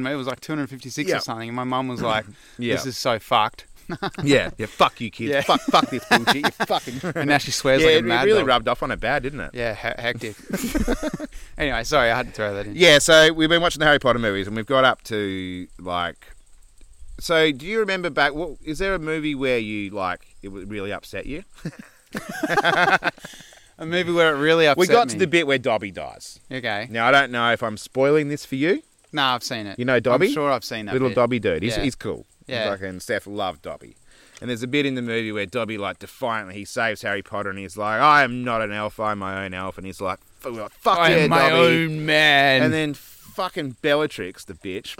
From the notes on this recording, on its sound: This week we ventured up a dry creek bed and set up to record smack bang in the middle of it. The sun peered through the trees on a 35-degree day as the bees, birds, and butterflies drank from the last puddles left in the creek bed.